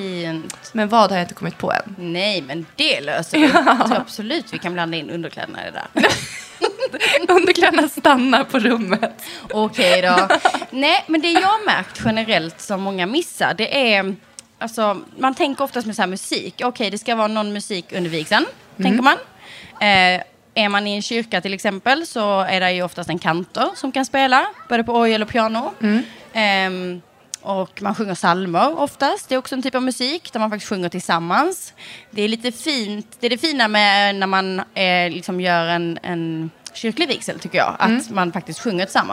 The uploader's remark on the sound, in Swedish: Det har blivit dags för Drömbröllops första livepodd! Platsen är Östersund.